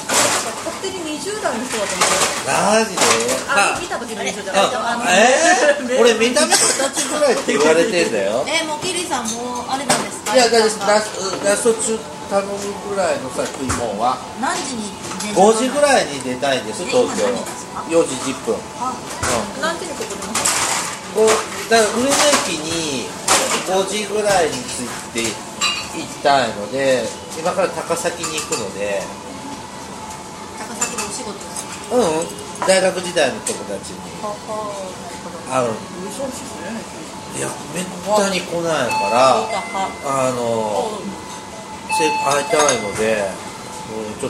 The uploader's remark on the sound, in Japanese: 三十路と四十路のまったり人生訓トークin日高屋。まったり大人呑みトーク。雑音混じり。